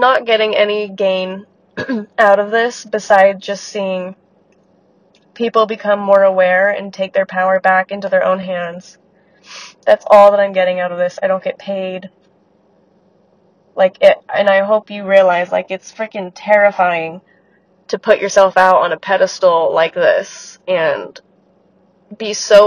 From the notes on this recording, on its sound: warning: scratchy audio + sick stuffy nose voice